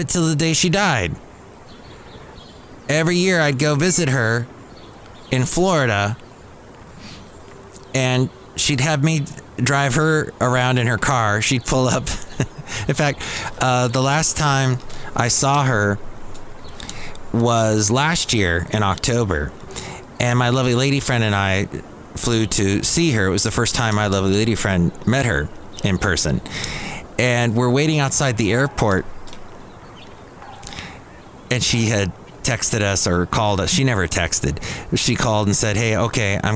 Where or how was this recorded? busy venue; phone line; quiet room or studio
busy venue